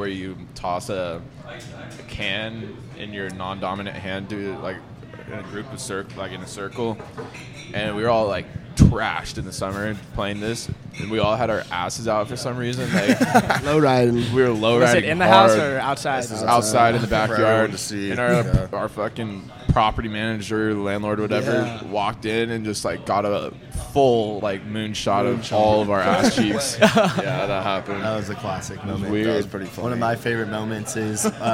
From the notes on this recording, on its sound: Coming at you LIVE from the one and only Crickets Tavern